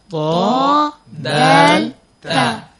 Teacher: জিহ্বার আগা সামনের উপরের দুই দাঁতের গোড়ার সঙ্গে লাগিয়ে একটা মাখরাজে তিনটা হরফ উচ্চারিত হয়